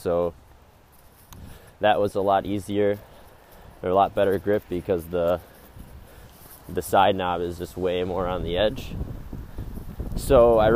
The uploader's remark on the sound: This was recorded while on a walk so note the brief headphone fuzz sound